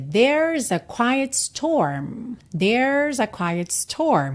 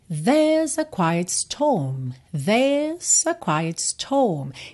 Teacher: Essas vogais, o E, o O, elas ficam mais compridinhas e o som fica mais verticalizado · Shown in: second take · Term: inglês britânico